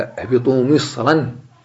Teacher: تغلظ الراء ولا ترقق، والمانع هو حرف الاستعلاء